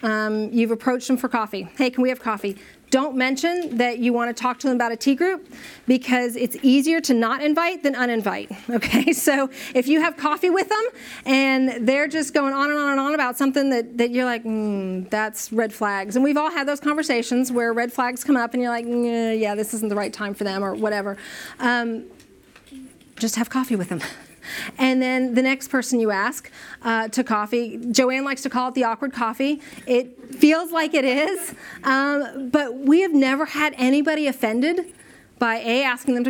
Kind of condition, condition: setting, live audience